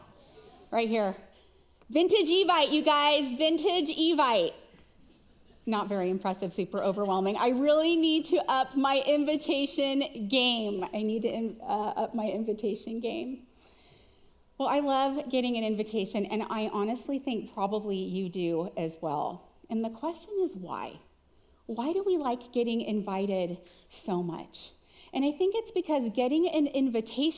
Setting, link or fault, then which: setting, live audience